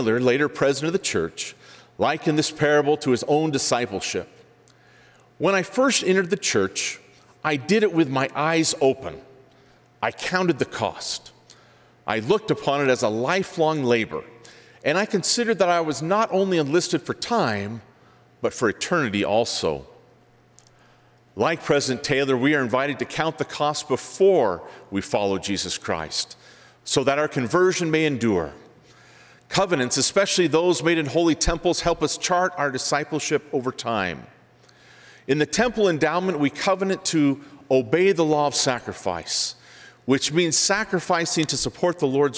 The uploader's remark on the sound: On Tuesdays, we'll bring you live devotionals and forum addresses from the BYU campus.